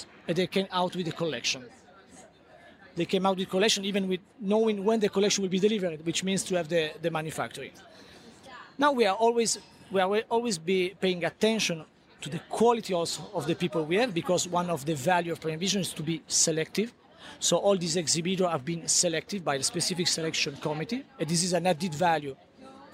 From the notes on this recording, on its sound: Inside Premiere Vision, a global textile event. On location at Premiere Vision 2016 in New York.